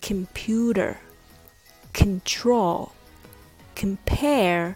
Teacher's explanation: Other words like computer, control, compare, all has the first syllable reduced. So it's not pronounced as con it becomes kin.